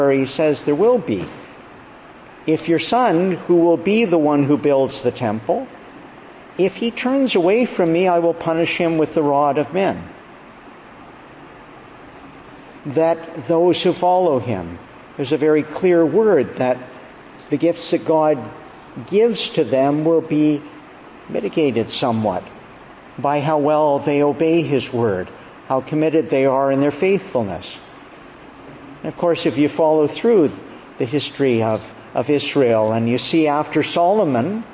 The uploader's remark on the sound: June 5, 2022 Evening Service. Preached at Evening Prayer, beginning of Augustine College Summer Conference.